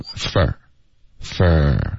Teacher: for 我们会弱读成 fur